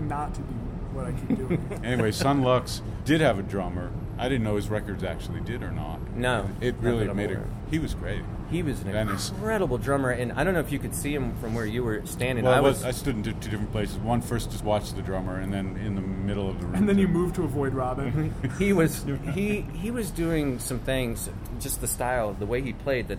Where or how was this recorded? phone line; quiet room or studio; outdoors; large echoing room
outdoors